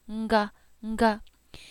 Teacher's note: You'll hear that nasalized buzz right before you say it.